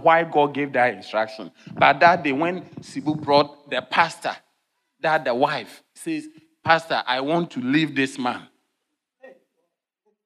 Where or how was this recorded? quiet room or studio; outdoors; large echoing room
large echoing room